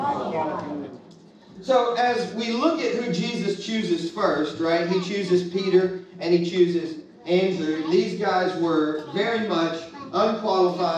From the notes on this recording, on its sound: Legacy Nashville -- salvaged audio.